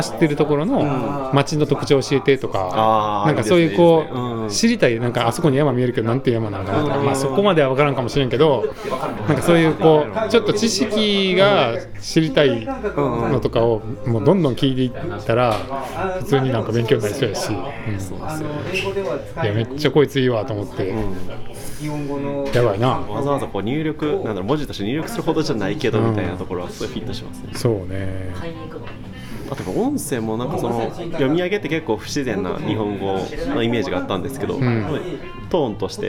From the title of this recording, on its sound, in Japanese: BAR KRYPTOで